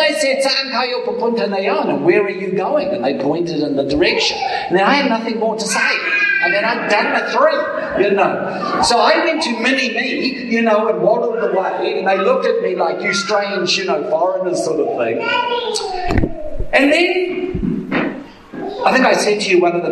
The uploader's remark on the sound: Apologies for the audio quality...